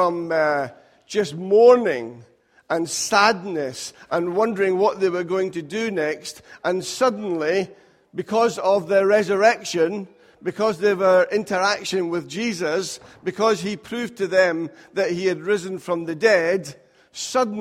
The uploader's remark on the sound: Recorded at freedomcentre church, Preston on Sunday 1st April 2018